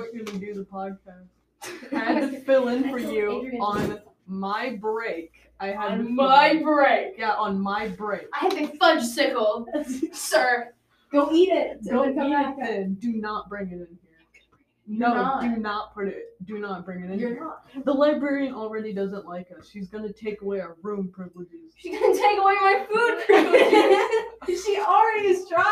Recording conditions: poor microphone